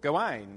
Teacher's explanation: Gawain, from the rhyming-based poems, especially those which are derived from the French, the emphasis tends to be on the last syllable, Gawain, so that you can rhyme it with other things.